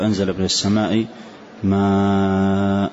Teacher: فإذا قلت ما مددت الألف 4 ثواني هي تقريبا 4 حركات